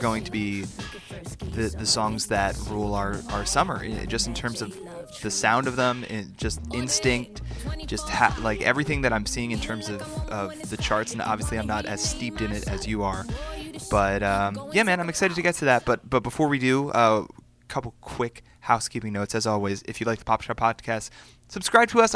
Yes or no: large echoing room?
no